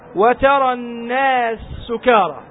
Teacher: يدغم السين المفتوحة بالسين المضمومة